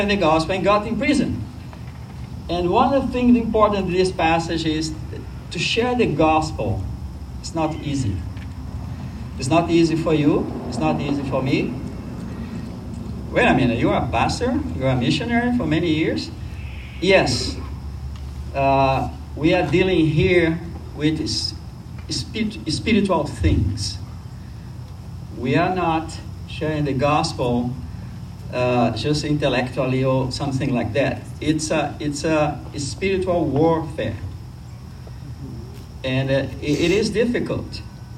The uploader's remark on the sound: service was held outdoors in collaboration with Iglesia Cristiana in the Bridge Parking Lot.